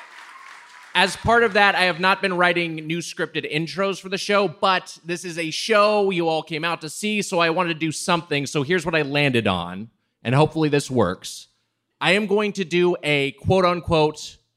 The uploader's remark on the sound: Recorded live at the 9:30 Club in Washington DC on June 8, 2023.